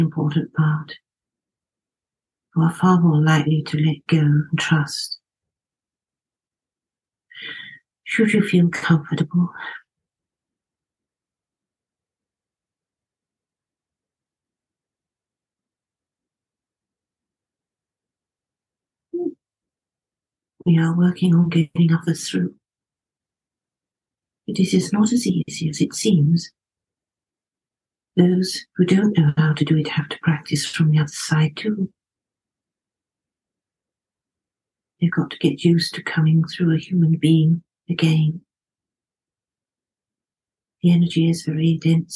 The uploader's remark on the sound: I have taken the audio from two of my private group Zoom events.